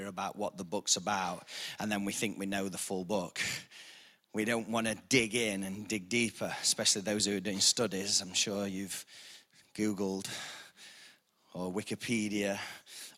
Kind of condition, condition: setting, large echoing room